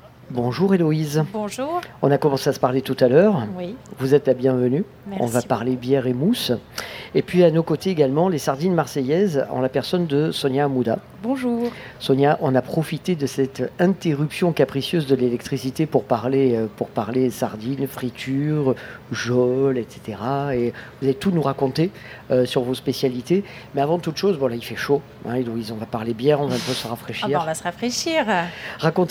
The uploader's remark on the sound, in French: Premier Plateau de notre participation au Street Food Festival 2022, place de la Major, sous le très très chaud soleil de juin.